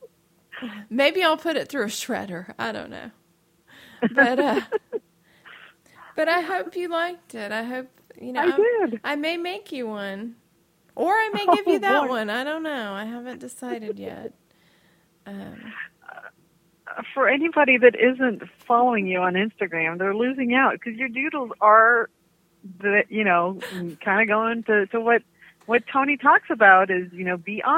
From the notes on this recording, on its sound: Catch up by phone because they can't clone themselves and be five places at once.